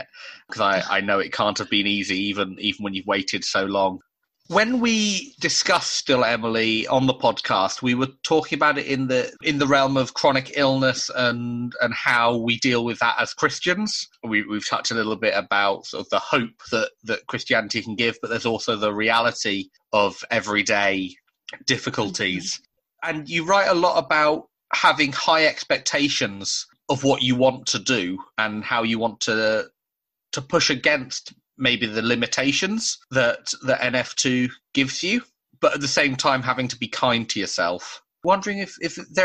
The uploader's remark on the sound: This episode was recorded over Zoom prior to the most recent UK lockdown.